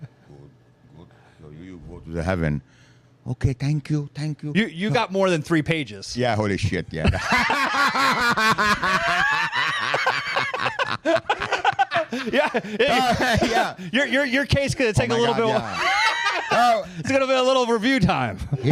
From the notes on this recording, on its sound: in South Philly at The Rim Cafe